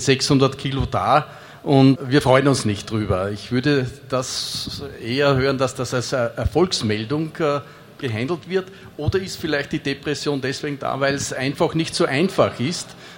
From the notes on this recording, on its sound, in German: Mitschnitt der Podiumsdiskussion auf der AERO 2019 mit Vertretern von DULV, DAeC, Pipistrel und Flight Design.